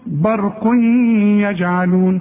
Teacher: عندي تنوين وبعده ايه، شوف برق يجعلون، وكأن الياء مشددة، شوف بتتك عليها، شوف برق يجعلون. · Term: ادغام